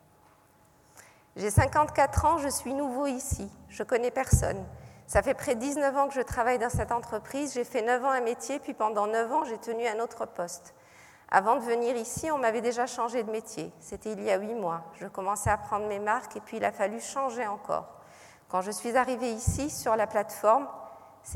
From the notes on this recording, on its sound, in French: Captation de la conférence gesticulée donnée à l’occasion des États Généraux de la Santé des Travailleuses et des Travailleurs organisés par le Collectif pour la santé des travailleuses et travailleurs.